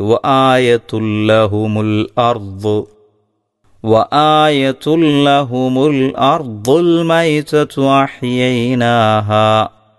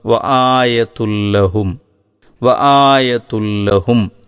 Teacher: എന്നാൽ അതിൻ്റെ ശേഷം ലാമ് വരുമ്പോൾ ആ ആയതുൻ എന്നതിൽ ഇൻ എന്ന വ്യക്തമായ ഉച്ചാരണം ഇല്ലാതെയാണ് ഉച്ചരിക്കേണ്ടത്. ആ തൻവീനിനെ തൊട്ടടുത്തുള്ള ലാമിലേക്ക് ലയിപ്പിച്ച് മണിക്കാതെ ഓതണം.